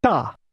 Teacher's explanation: This word is pronounced with a falling tone.